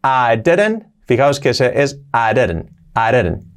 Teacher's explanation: Ese I, prácticamente vamos a hacerle una A, a decirlo rápido, A. Nada de I, I. · Term: linking